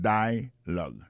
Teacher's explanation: l'accent tonique là tombé sous le premier syllabe